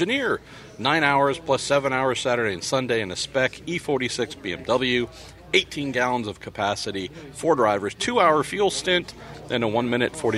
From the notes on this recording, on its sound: recorded at Sebring